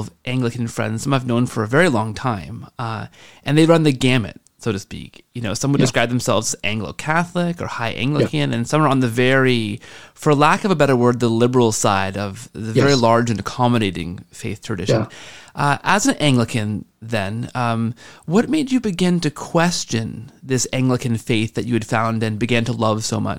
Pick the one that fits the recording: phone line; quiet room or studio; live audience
quiet room or studio